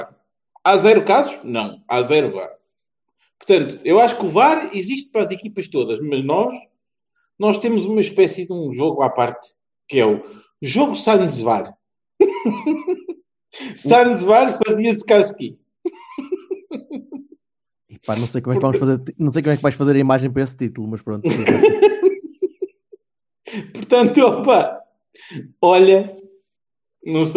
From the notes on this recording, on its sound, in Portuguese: Perdemos o audio daquilo, daí o arranque da coisa ser assim cócó. É o que temos, um programa com a qualidade audiofónica ao nível do nosso futebol.